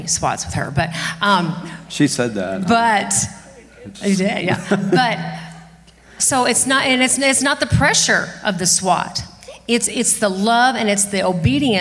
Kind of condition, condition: setting, large echoing room